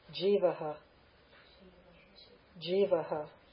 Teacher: So that visarga is going to aspirate the preceding letter. The preceding letter is a.